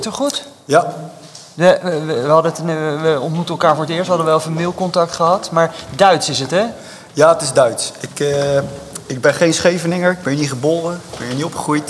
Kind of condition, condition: setting, live audience